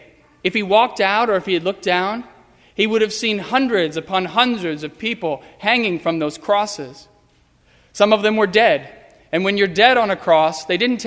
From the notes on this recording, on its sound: Sermon preached on Sunday, April 12, 2015. At First Presbyterian Church of Arlington Heights, Illinois.